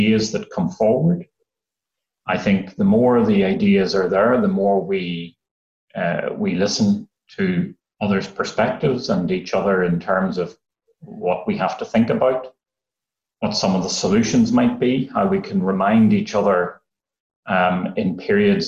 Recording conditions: video call